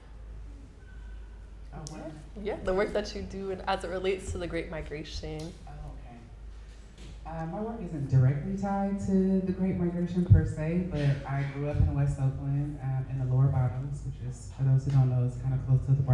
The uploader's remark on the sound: This conversation took place on September 30, 2023 at the West Oakland Cultural Action Network’s Land is Liberation Festival in the Storytelling Pavilion.